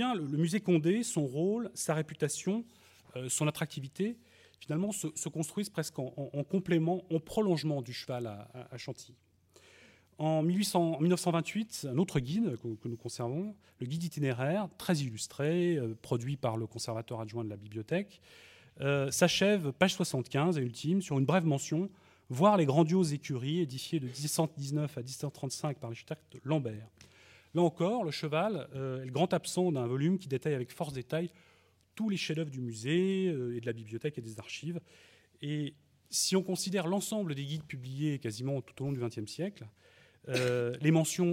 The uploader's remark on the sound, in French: enregistrée le 5 octobre 2012 dans le cadre du colloque « Le cheval et ses patrimoines.